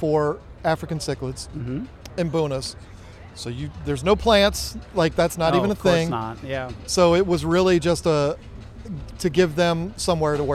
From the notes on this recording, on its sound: Our trip to Aquashella Daytona Beach. Recorded at Aquashella.